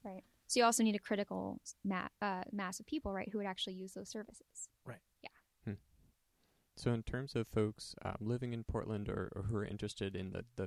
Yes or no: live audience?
no